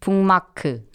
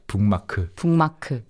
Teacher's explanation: So the first syllable becomes 붕. Yeah, 붕. Because of the 미음 that comes after.